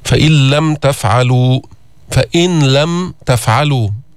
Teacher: فإذا لفظنا الحرف الثاني مشددا، النون دخلت في اللام، لم يبق من صفة النون شيء · Term: إدغام النون الساكنة في اللام